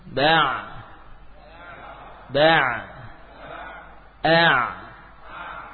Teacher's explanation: huruf ain juga dari tengah tenggorokan